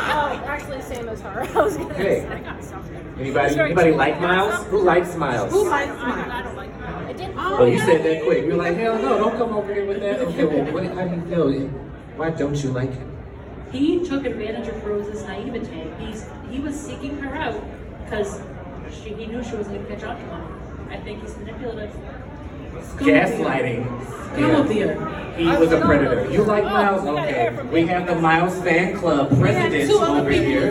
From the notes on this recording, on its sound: Live from Goldencon 2023! Recorded in front of a live studio audience from The Rusty Anchor stage!